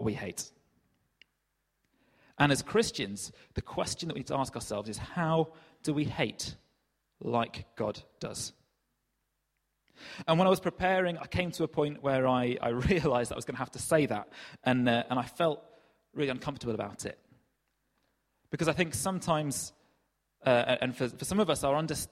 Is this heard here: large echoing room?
yes